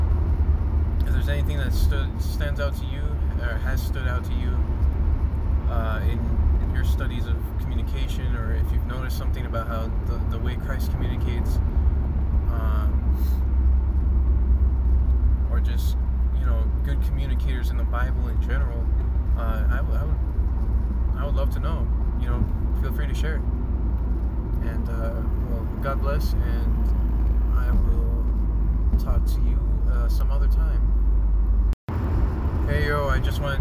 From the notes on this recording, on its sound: recordings I did while on the road (please excuse the noise)